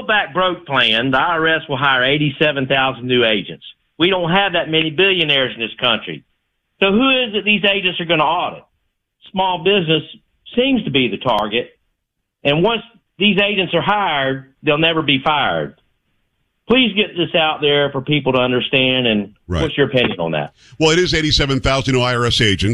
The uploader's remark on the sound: hits the phones